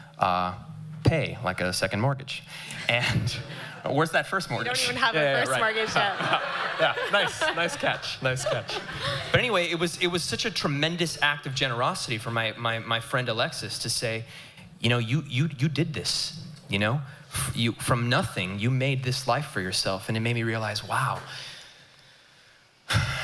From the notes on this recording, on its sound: Excerpts from Live Episode 1. In NYC.